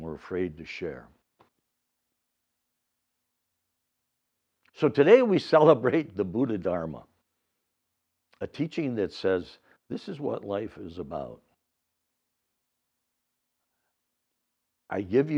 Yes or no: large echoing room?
yes